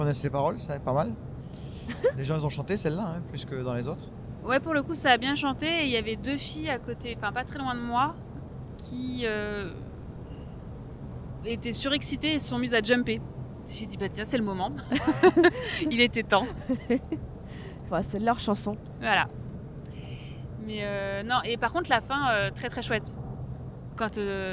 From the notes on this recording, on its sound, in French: Et ça s'est fait dans la voiture lors du trajet retour ! Il y a donc un bruit de fond lié au déplacement du véhicule mais rien de rédhibitoire.